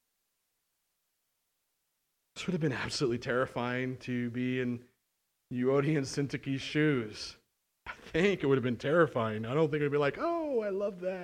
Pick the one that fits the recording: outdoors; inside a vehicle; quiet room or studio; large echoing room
large echoing room